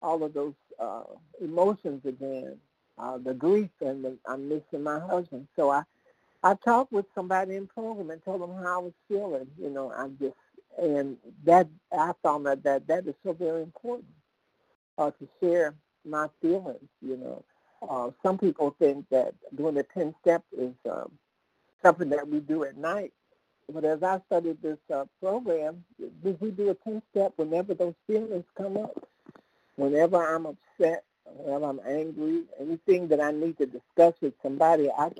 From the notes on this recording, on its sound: from the 100 Pounders Phone Meeting